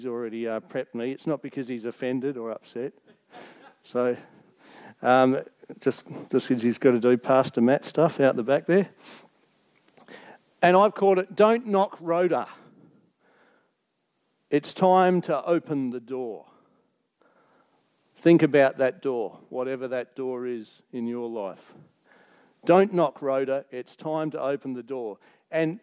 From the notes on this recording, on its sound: Recorded Live on 22nd October 2023. Geraldton Baptist Church.